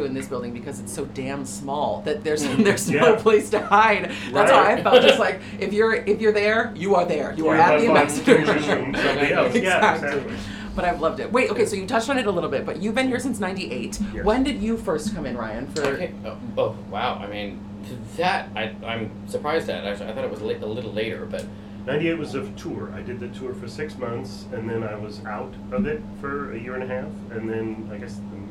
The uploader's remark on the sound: Coming at you live from the dressing room at the Ambassador theater. We sat down between shows on a two-show day of Chicago on Broadway.